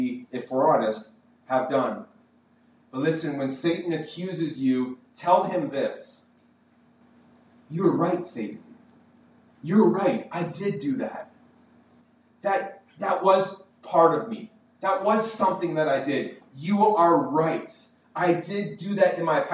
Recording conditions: poor sound quality